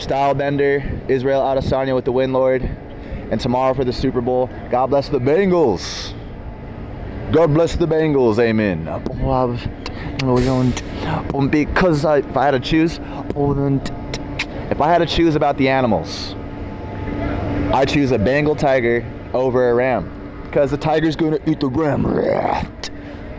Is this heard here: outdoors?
yes